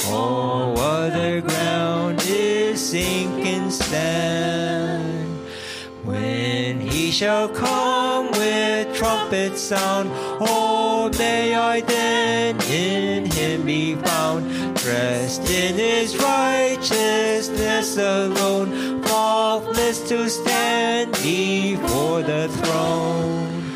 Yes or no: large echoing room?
yes